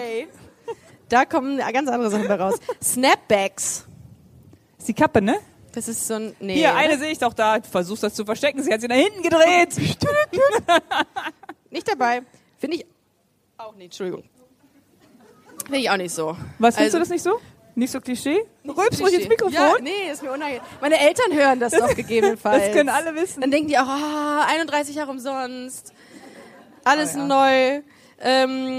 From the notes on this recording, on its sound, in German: Busenfreundin LIVE vom L Beach Festival 2019. Freut euch auf den ersten Busenfreundin LIVE Podcast auf dem L Beach Festival am Weißenhäuser Strand.